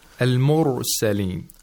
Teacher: The Ra has tafkhim without qalqala.